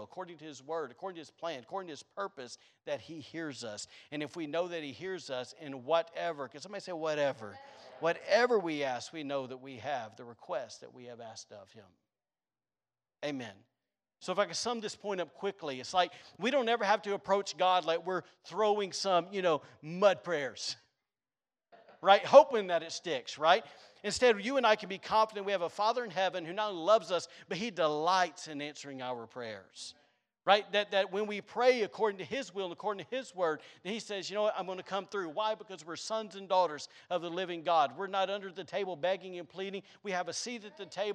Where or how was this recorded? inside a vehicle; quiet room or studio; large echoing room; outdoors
large echoing room